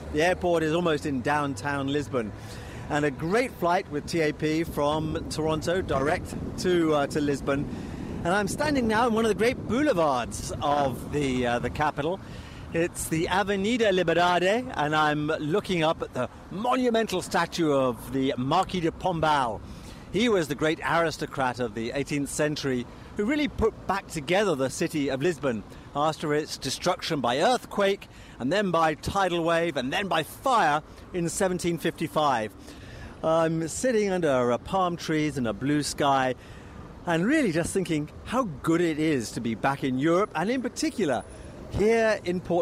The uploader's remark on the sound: on location in Portugal exploring Lisbon and Madeira